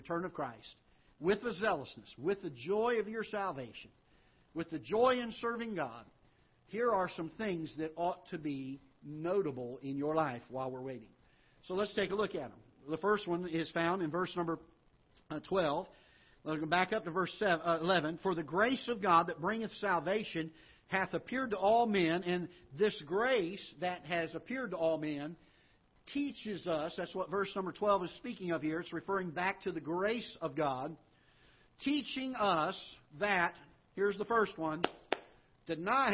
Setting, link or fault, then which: setting, large echoing room